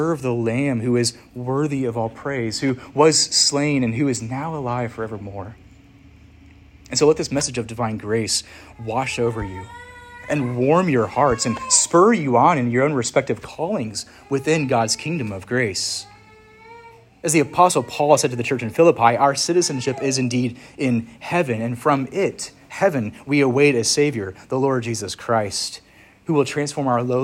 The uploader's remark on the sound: Preached at Church of the Harvest, ARP (Williamsburg, VA)